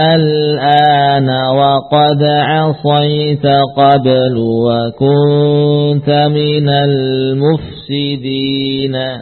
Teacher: mad yang bertemu dengan sukun yang asli, sehingga bacaannya tidak ada pilihan lain melainkan harus dipanjangkan sepanjang 6 harokat · Term: mad lazim